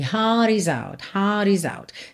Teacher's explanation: Ele deixa esse heart também bem sem enrolar o R.